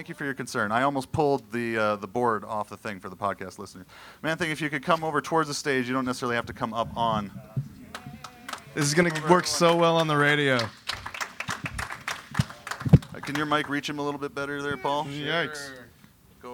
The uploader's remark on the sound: take ValleyCon by storm with a live podcast taping